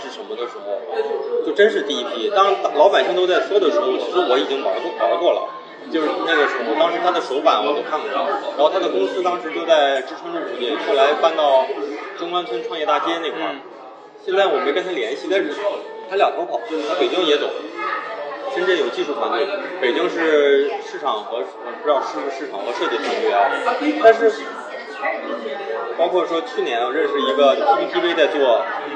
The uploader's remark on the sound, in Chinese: 因为也是在星巴克录制的，回过头我听了几次，总觉得环境也是有些许的吵杂。环境略有吵杂。